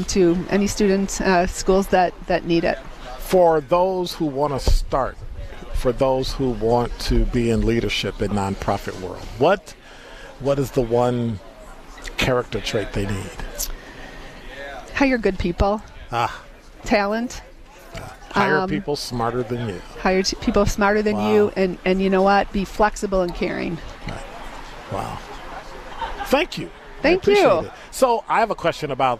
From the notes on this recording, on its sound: broadcasts LIVE from Sherman Phoenix